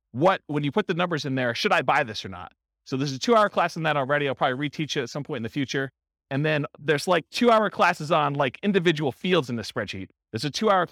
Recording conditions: live audience